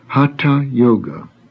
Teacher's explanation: Please note the aspirated T